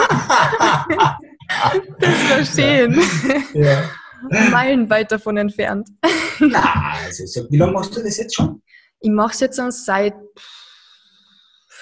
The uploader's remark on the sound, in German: Im Zoom-Interview